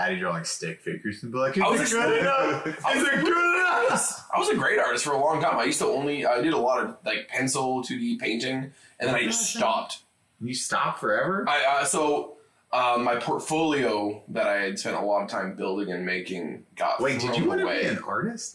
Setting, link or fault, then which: fault, poor sound quality